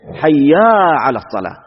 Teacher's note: هيا هيا على الصلاة، لا حي بالحاء، حي. ثم أيضا بعضهم يمد حي، حيا على الصلاة، لا ما في ألف